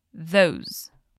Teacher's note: É como se você fosse falar um Z, mas com a língua entre os dentes.